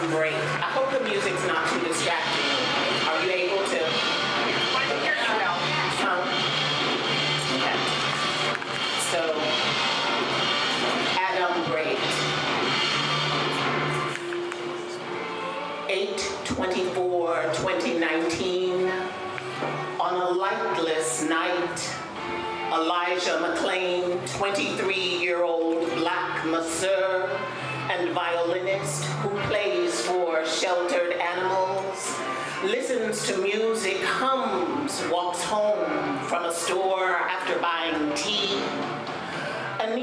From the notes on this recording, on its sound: A special abbreviated season featuring a ton of live storyscapes from Storyfort '22. Live from Boise's iconic and second-oldest bar, the 10th Street Station.